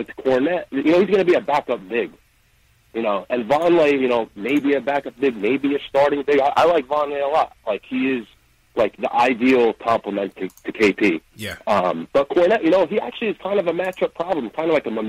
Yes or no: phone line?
yes